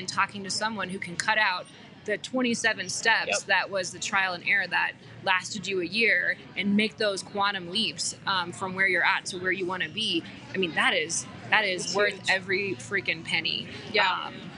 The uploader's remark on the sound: On this LIVE Club House conversation. Live in a coffee shop. Club House convo.